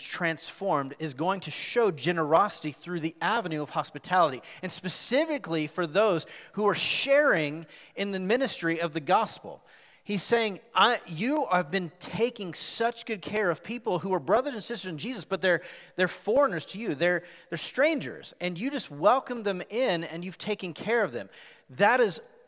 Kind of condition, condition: setting, live audience